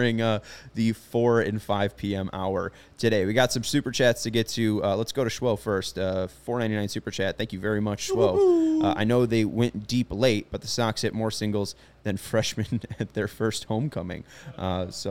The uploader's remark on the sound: CHGO White Sox Live Postgame Show. Joins the show live from Guaranteed Rate Field.